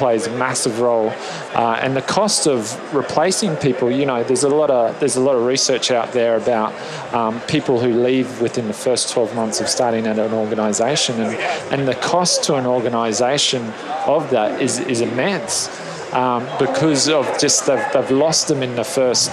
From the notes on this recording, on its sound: LIVE from Las Vegas, at #HRTechConf